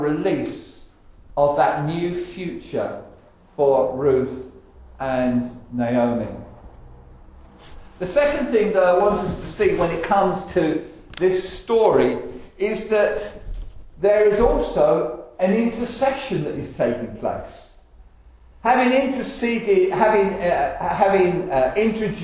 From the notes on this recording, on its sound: Estuary Elim Church Rayleigh Morning Service.